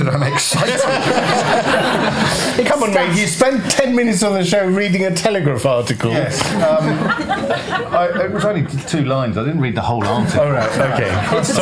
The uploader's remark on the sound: Live at London’s Comedy Store. It’s part two of the OGWN Christmas live show.